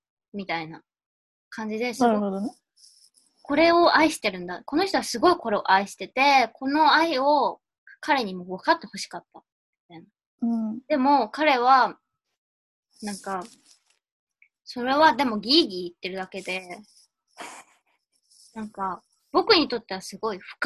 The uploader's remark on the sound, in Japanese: zoomで）